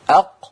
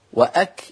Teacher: فالقاف قبل الكاف، القاف من الحنك من أقصى اللسان مع الحنك اللين، والكاف من أقصى اللسان مع بين الحنك اللين والحنك الصلب